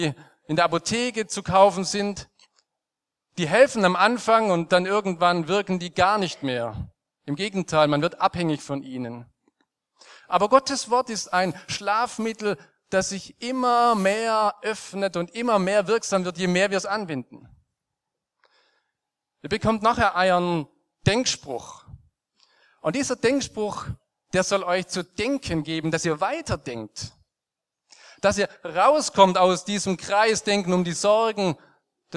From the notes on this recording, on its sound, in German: aus dem Konfirmationsgottesdienst der Liebenzeller Mission